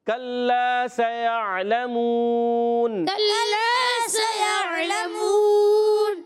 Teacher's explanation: scene सीटी के साथ अदा होगा, या को आयन से मिलाएंगे, आयन हलक के दरमियान वाले · आयन हलक के दरमियान वाले हिस्से से अदा होगा, लाम पर ज़बर है, लाम को खींचना नहीं, मीम वाव